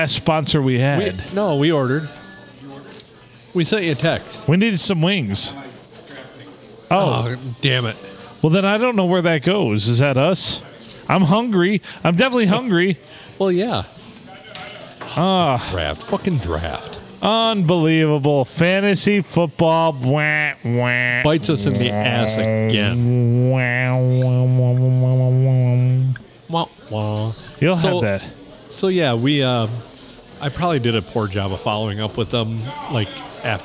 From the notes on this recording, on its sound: Recorded at the famous Blue Water Sports Bar and Grill in lovely downtown Port Sanilac on a Sunday.